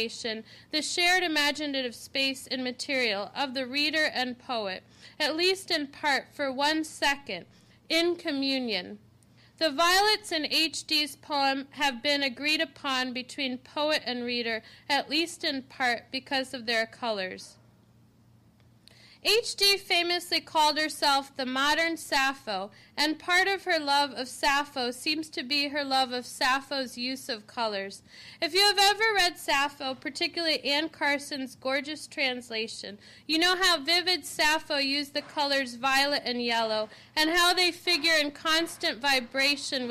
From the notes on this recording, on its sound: This lecture was given September 20, 2013, at New York University.